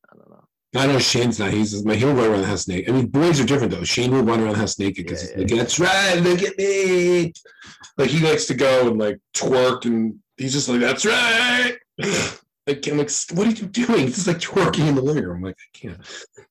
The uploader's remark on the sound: The One With the Bad Audio